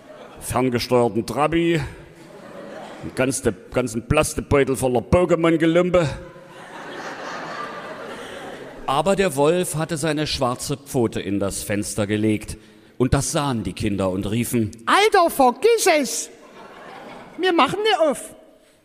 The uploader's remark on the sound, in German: Sachsens lustigster Podcast war auf großer Live-Tour mit IHREN Lieblingsmärchen. Hier ist der erste von fünf Mitschnitten aus dem Zentralgasthof in Weinböhla.